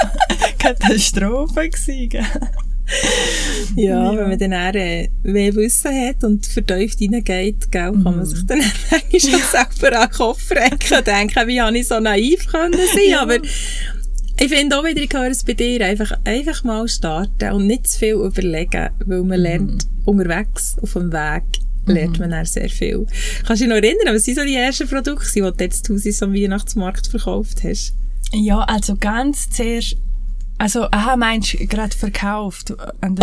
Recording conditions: background noise